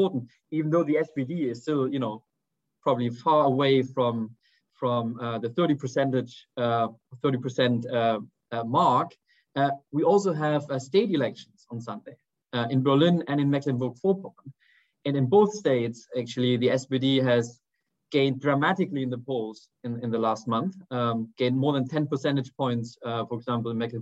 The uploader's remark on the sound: a recording of one of our digital events